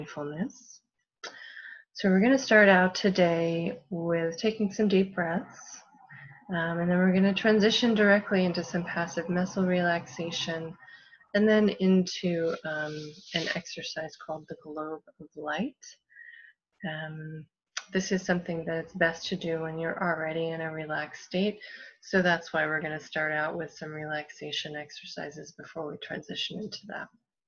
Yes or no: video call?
yes